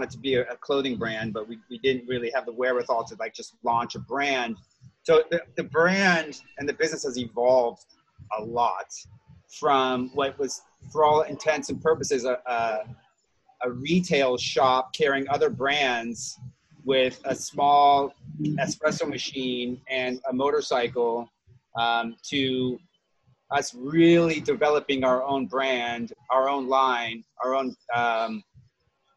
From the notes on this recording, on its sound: Recently talked with the founders of Jane Motorcycles on Zoom.